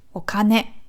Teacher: Also nie das O betonen, sondern das, was danach kommt.